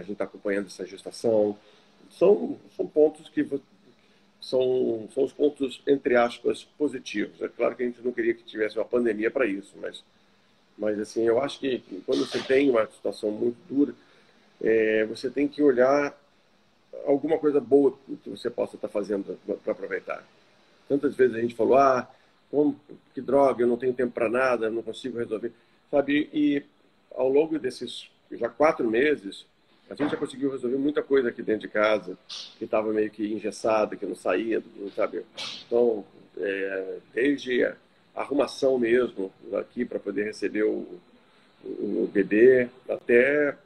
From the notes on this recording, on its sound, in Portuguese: ao vivo no Instagram da Alvorada FM